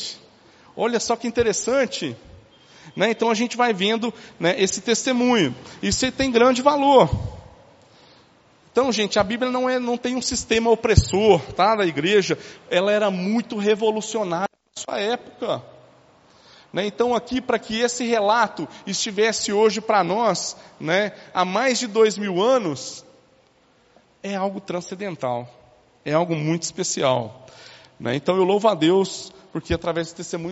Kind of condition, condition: setting, large echoing room